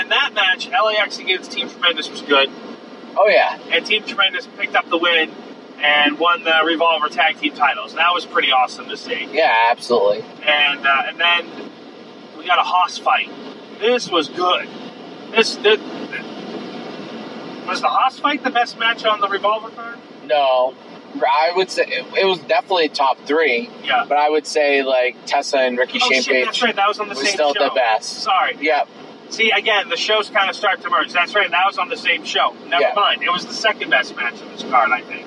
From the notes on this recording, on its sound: The audio isn't the best, it was recorded on my phone and we were driving home in a rainstorm and you can hear that and the wipers at times.